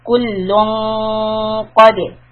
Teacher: Right now I'm going to raise the back of the tongue so that the gunna sound is heavy